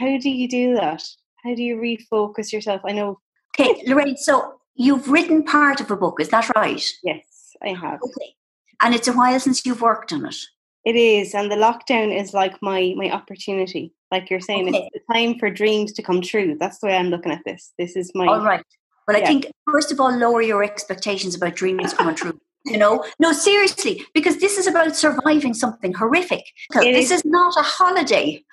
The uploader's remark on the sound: This episode is the live recording taken from the first ever Zoom event for The Women's Podcast. On Zoom for a virtual get-together.